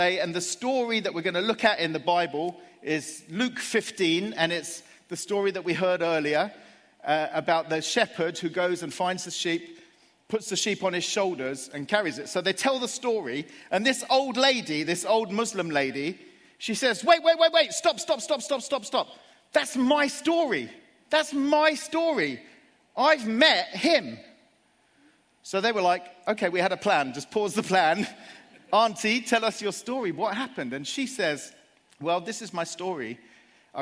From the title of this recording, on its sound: Live at Project 23